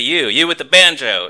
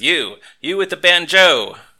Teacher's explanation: he emphasizes the second syllable of banjo · Shown in: second take